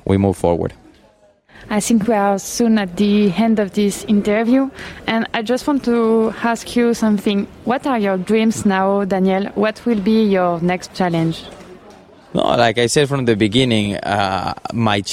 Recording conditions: busy venue